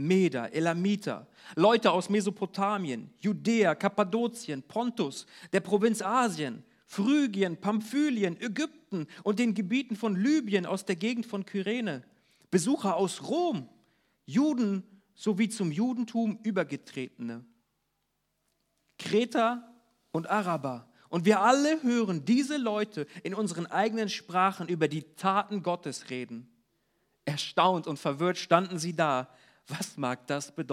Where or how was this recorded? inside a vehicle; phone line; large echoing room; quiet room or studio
large echoing room